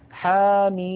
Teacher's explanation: الميم من حاميم، نلاحظ بأن حا مددناها بمقدار حركتين فقط لأنه مد طبيعي، بينما ميم مددناها ست حركات لأننا نطقنا ميما مكسورة بعدها ياء ساكنة بعدها ميم ساكنة · Term: المد اللازم